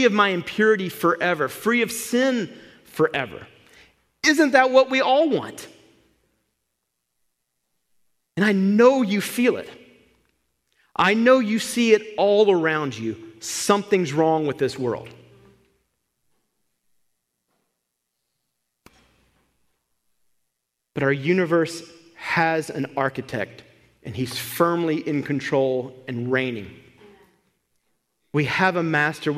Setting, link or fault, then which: setting, large echoing room